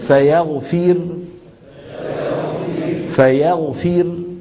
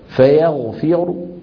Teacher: إذا وقفنا عليها بالروم معناها نقف براء مضمومة صوتها منخفض، إذا نفخمها، فيغفر.